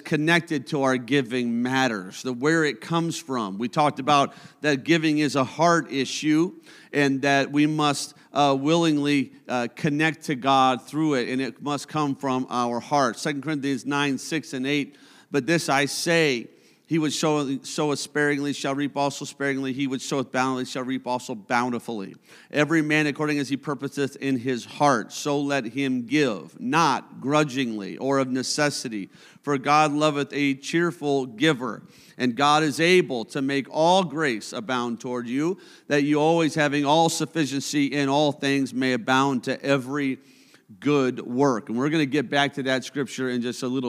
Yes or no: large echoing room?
yes